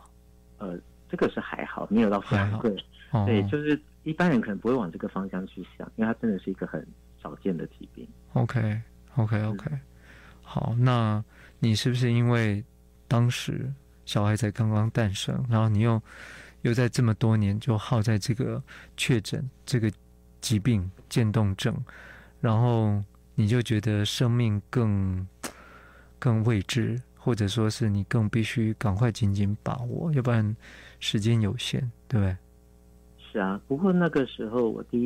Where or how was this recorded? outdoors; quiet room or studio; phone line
phone line